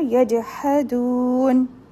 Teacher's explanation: jim has a qalqala, so we'll do qalqala here